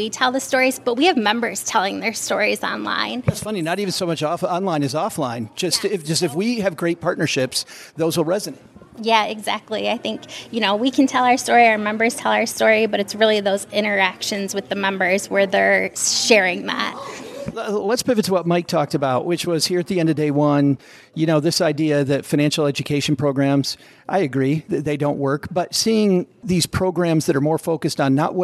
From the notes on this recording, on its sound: Today we'll share short interviews with a number of experts at the conference.